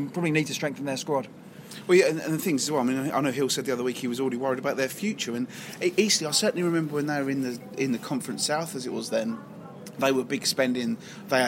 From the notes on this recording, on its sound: this week's show was recorded at the Kent Non-League Podcast Christmas night out